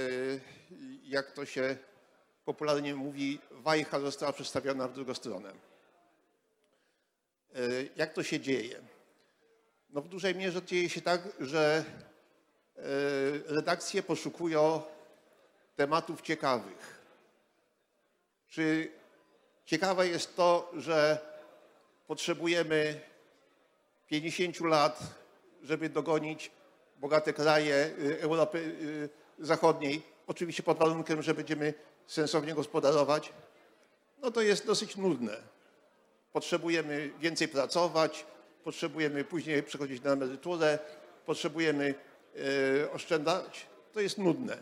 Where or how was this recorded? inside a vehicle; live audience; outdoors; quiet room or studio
live audience